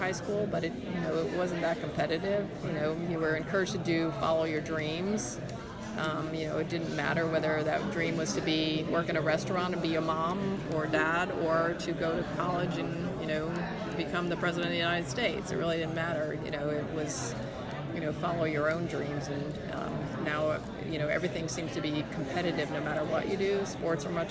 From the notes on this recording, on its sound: Interviews were recorded at Housatonic Valley Regional High School’s 2019 Oral History Festival.